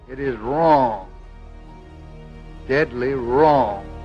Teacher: that traditional tendency of Southern accents to stretch out vowels was also a prominent feature of LBJ's speech. A word like wrong became wrong.